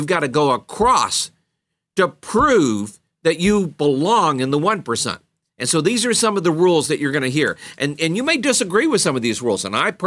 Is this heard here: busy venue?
no